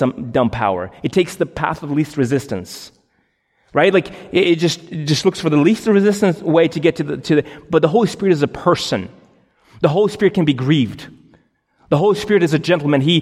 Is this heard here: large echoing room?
yes